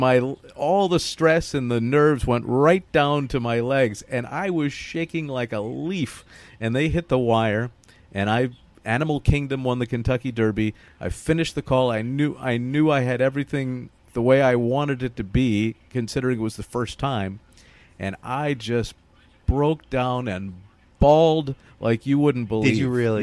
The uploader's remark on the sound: live from Belmont Park